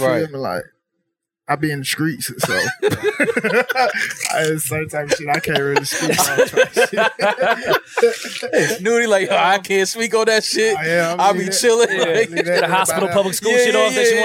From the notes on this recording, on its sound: Straight from Made In America's festival grounds.